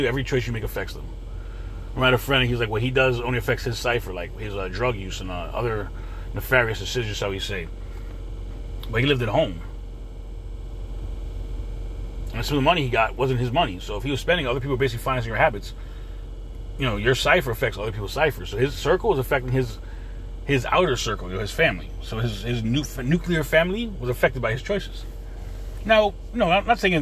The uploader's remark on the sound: In this CarCast